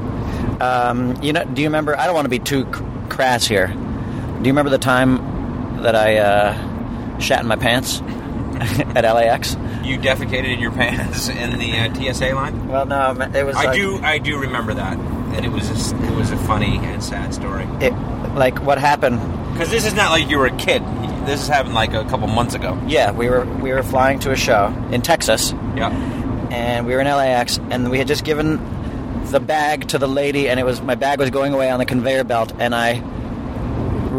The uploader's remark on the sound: Just toured the Midwest. They recorded as they drove from town to town.